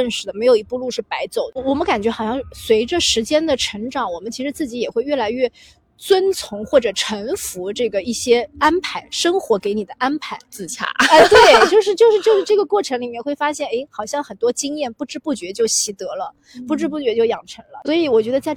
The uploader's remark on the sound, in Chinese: 本期录制在户外大草坪，和大家一起沐浴阳光感受微风